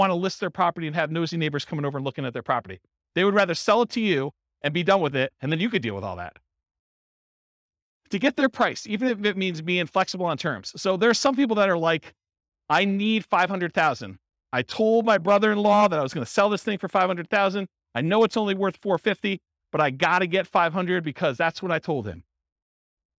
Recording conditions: live audience